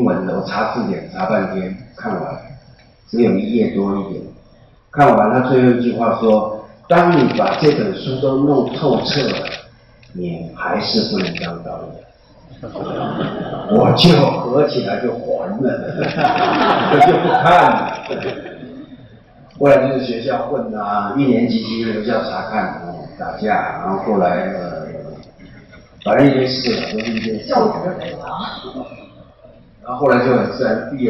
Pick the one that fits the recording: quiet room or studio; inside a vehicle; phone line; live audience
live audience